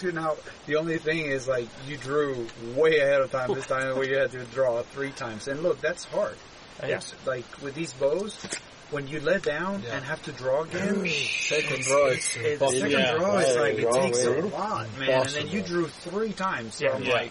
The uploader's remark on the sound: It’s a live podcast from elk hunting camp in Alberta Canada.